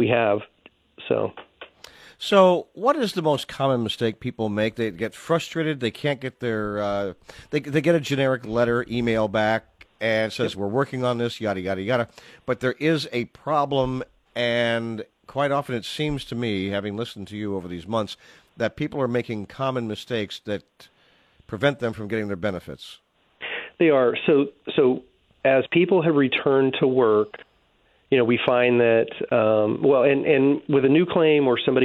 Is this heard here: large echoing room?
no